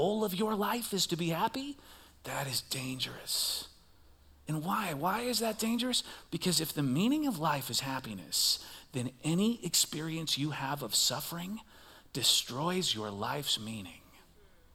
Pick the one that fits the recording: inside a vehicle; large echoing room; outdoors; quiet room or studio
large echoing room